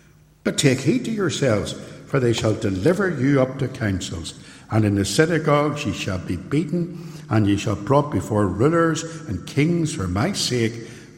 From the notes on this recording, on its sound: This sermon was recorded at Templepatrick Reformed Church.